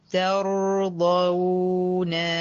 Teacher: الواو أطول زمنا من الراء لأن الراء توسط والواو رخاوة